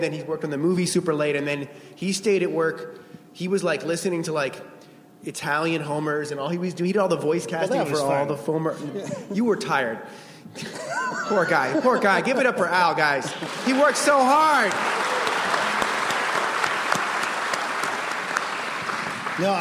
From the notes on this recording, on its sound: The Simpsons from ATX Television Festival.